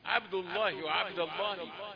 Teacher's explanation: وفخم اللام من اسم الله عن فتح أو ضم · Term: لام لفظ الجلالة